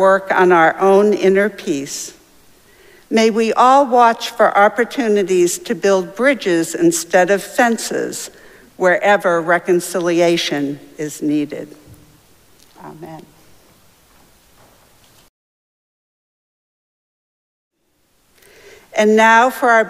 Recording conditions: large echoing room